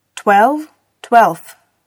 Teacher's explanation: У числительного twelve происходит оглушение согласной на конце слова